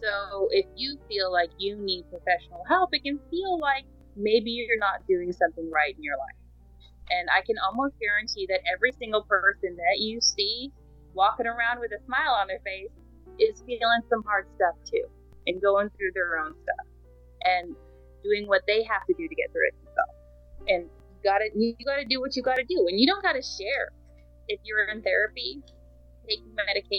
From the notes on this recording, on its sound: The recording quality was terrible but I tried. Keep in mind that I am no audio engineer, just a gal trying to make things work.